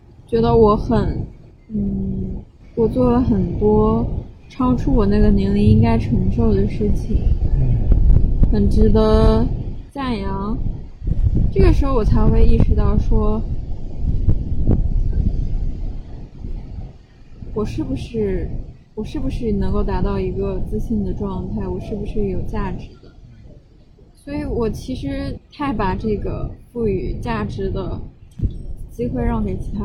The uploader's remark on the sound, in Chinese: 本期节目在户外录制，所以杂音可能比较多，请听众朋友见谅。